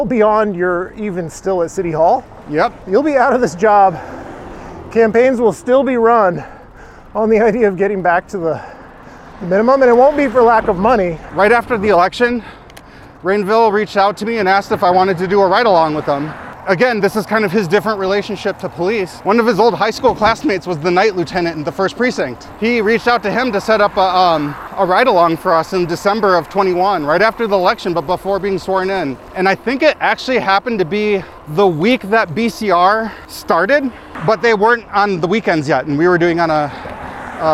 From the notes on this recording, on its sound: Recorded while on his bike commute home after a day representing Ward 1 at Minneapolis City Hall.